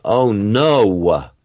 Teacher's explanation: a little schwa at the end of an expression